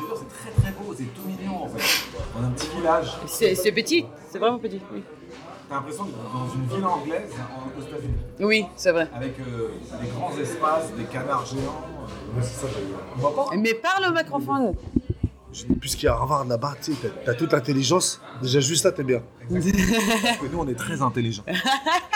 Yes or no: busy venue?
yes